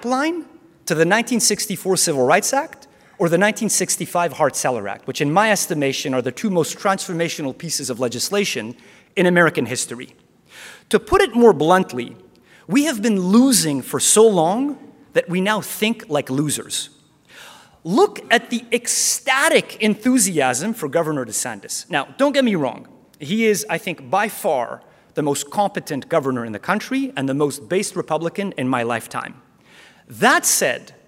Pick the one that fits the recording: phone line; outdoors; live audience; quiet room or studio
live audience